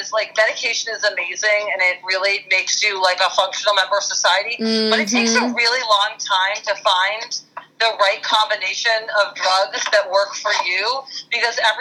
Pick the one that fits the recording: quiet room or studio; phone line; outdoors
phone line